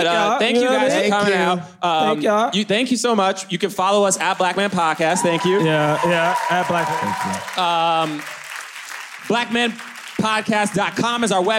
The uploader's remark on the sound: LIVE from London Podcast Festival